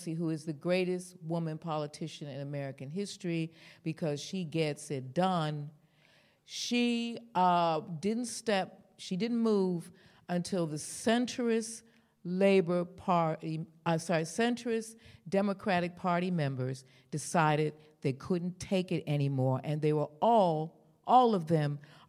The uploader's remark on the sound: In front of a live audience. A special episode recorded at Podcast Live.